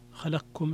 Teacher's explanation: فيها الإدغام الكبير للسوسي، إدغام القاف